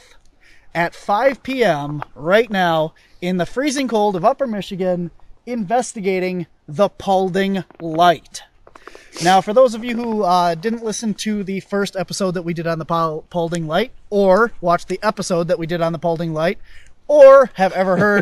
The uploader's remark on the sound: on location recording from the Paulding Light on January 30th